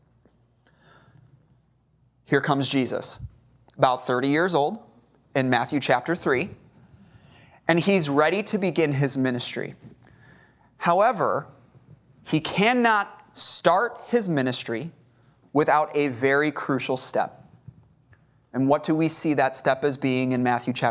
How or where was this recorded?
large echoing room